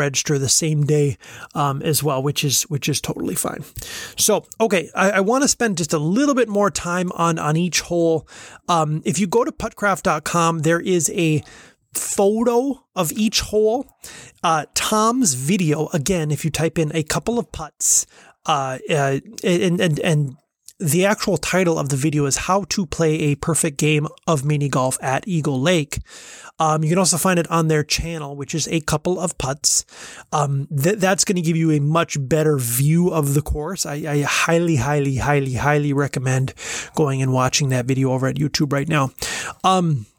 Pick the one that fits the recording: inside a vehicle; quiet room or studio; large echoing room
quiet room or studio